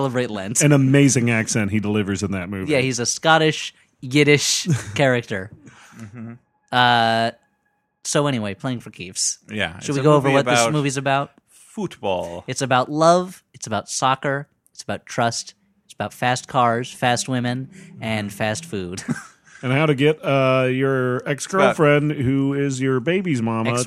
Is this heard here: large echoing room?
no